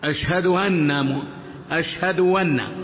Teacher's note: حتى الهمزة لا ينطقها، يجعلها واوا